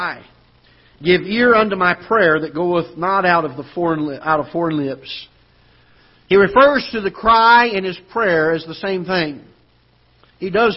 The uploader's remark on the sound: Ketha Heights Baptist Church ~ Live Broadcast